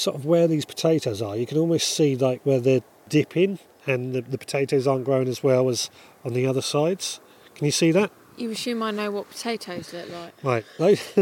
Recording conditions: outdoors